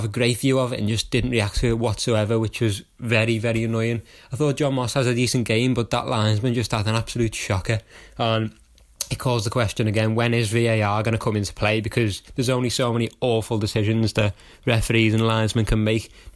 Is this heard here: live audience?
no